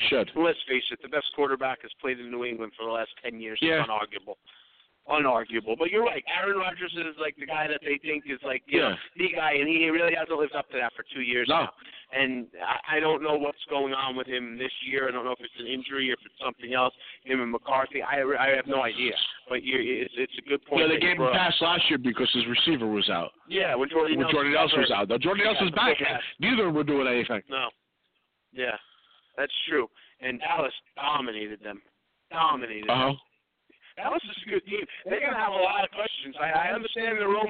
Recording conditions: busy venue